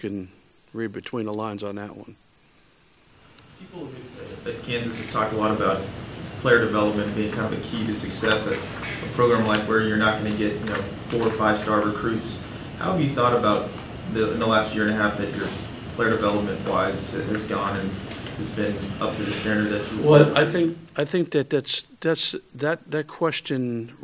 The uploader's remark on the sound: Press Conferences & Post-Game Interviews